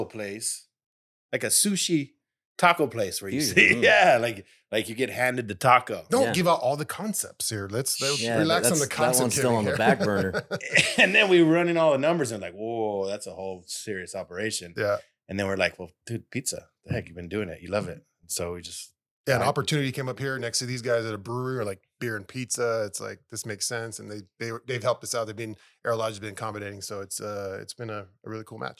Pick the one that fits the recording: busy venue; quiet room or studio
quiet room or studio